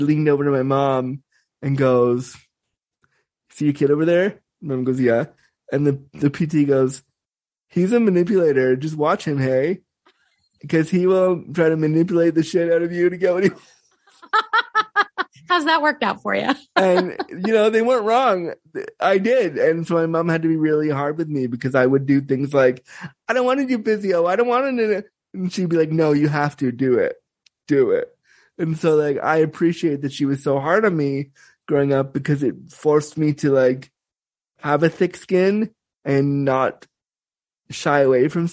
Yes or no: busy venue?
no